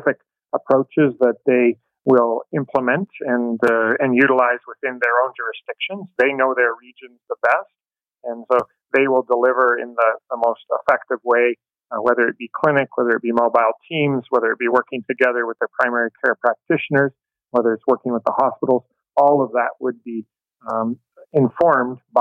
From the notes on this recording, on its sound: A couple of them phone in today to share their experience of getting the vaccines. Two Ontario Snowbirds.